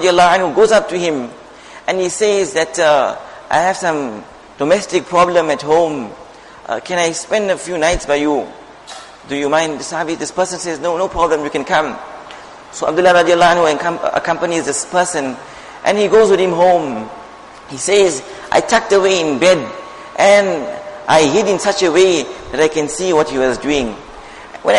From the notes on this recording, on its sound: Jumuah Lecture